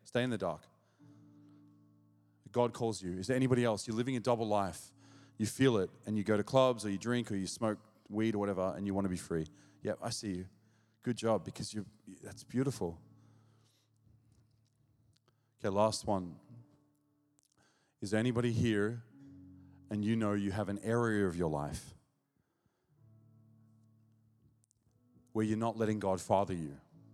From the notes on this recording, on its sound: This message was recorded at Zion Church Gold Coast on Sunday July 11th 2023.